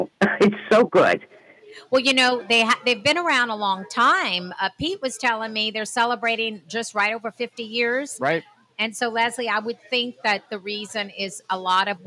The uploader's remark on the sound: Broadcast live from Guillory’s restaurant while trying some of Guillory’s delicious home cooked dishes and hot tamales!